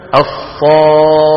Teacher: وإما أن يكون المد اللازم الكلمي مثقل نحو الصاخة. لاحظوا حرف المد وهو الألف شو جاء بعده؟ خاء مشددة، والمشدد قلنا ينفك إلى حرفين، ساكن فمفتوح أو فمتحرك.